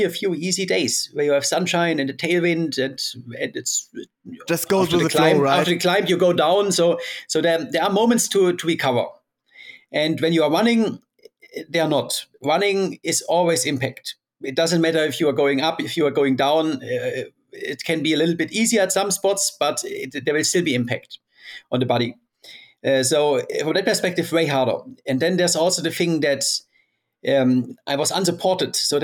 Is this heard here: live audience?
no